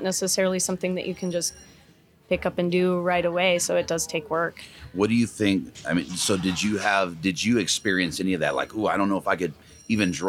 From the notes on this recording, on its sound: Live from Mountain Archery Fest